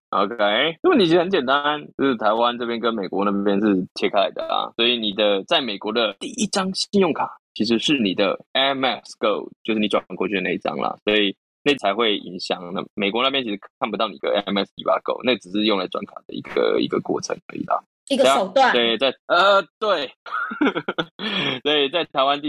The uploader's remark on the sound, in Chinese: 正在隔離中。因此無奈我倆只能線上錄製，音質方面無法與過往相比較，還請大家見諒！